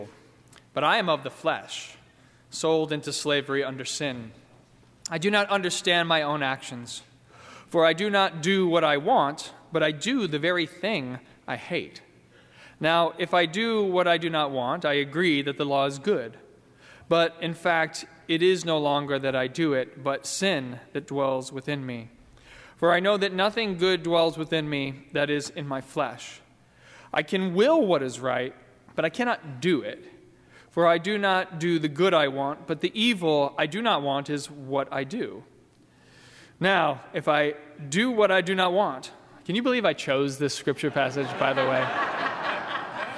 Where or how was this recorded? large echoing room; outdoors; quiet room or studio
large echoing room